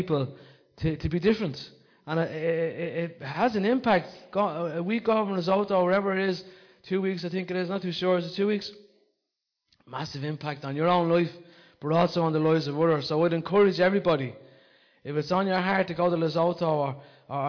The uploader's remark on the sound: Recorded live in Liberty Church in 2019